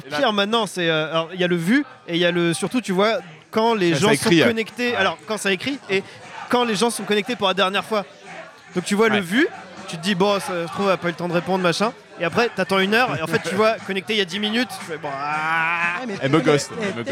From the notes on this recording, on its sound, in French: Merci également au bar Dans la foulée (Paris 20) de nous avoir permis d'enregistrer chez eux ! Merci également au bar Dans la foulée (Paris 20) de nous avoir permis d'enregistrer chez eux !